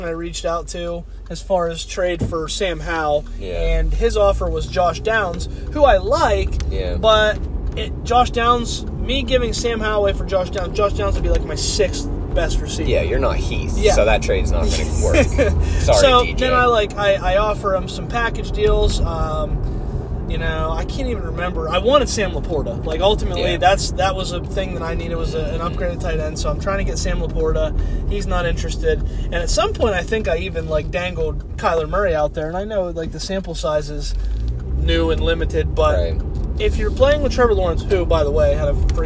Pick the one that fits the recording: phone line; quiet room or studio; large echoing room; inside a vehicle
inside a vehicle